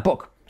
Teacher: Sobre todo palabra de referencia de la U corta, book. Doble O y suena como una U corta, que es parecido a una O.